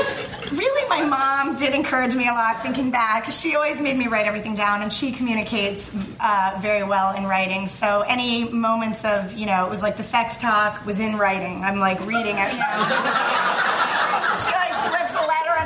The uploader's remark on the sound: Recorded June 2, 2012 at the ATX Television Festival, Austin TX